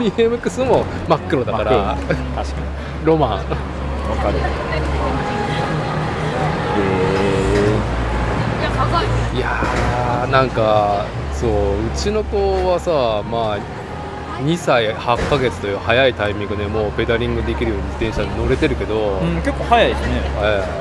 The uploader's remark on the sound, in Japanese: 屋外収録「マイナビ JapanCup 名古屋大会 - BMXフリースタイルの現場にて」